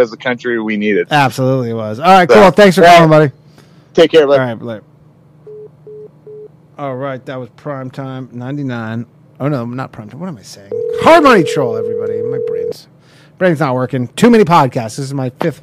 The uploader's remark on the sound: call in show